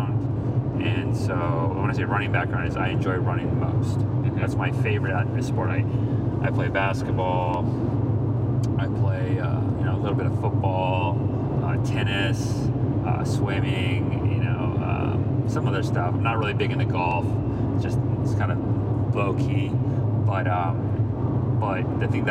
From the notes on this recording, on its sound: While driving out to Vegas for the Spartan Super. During our time in the car we had a killer conversation.